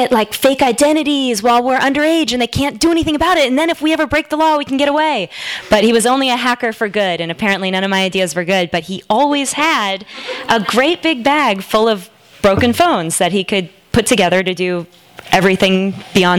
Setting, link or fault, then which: setting, live audience